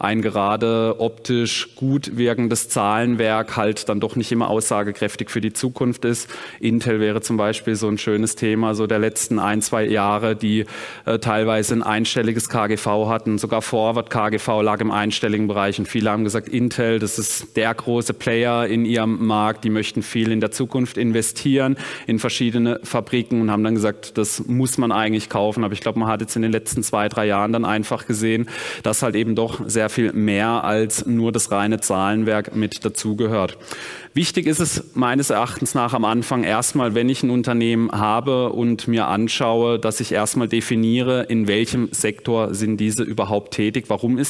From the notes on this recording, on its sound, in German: Vortrag auf der Invest.